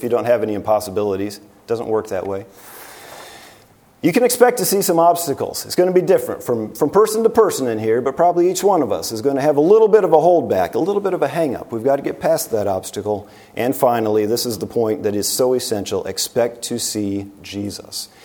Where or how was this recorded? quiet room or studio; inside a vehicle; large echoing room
large echoing room